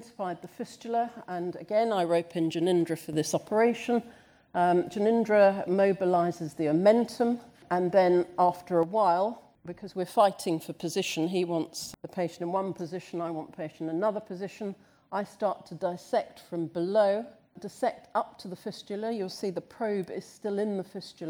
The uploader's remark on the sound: This session from St Mark's Hospital's Frontiers 2019